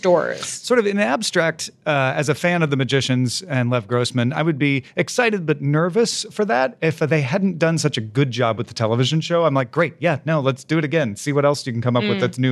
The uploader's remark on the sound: Live from Dublin WorldCon 2019! We were literally prepared with plans for if the room was empty, but no, Ireland filled our room and our hearts.